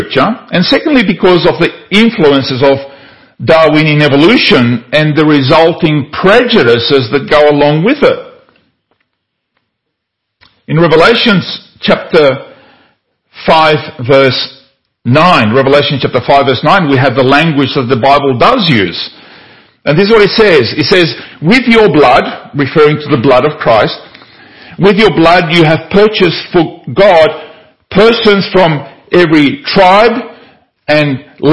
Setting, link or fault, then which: setting, large echoing room